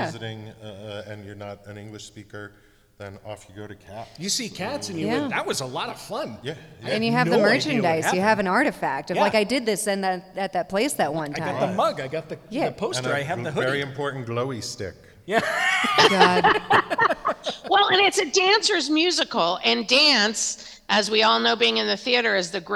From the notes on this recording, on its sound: Records this episode before a live audience at the Community College of Denver .